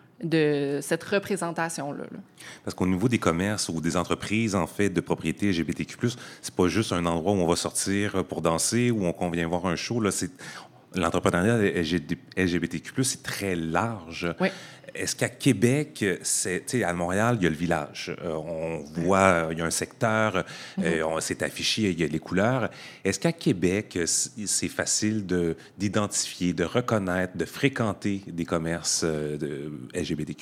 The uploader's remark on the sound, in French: émission spéciale enregistrée au Saint-Suave Librairie-Café à Québec